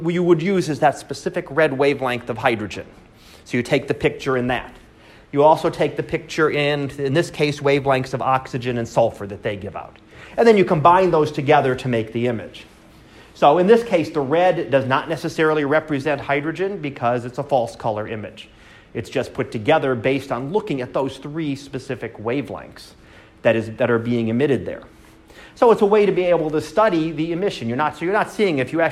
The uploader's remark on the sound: Live Class Lecture